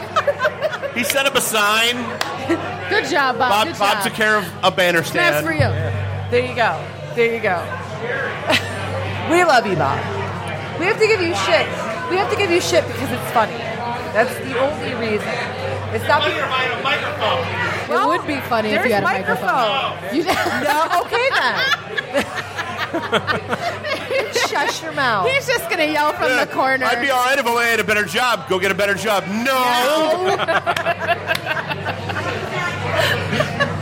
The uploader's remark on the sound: Live from Falling Down Beer Company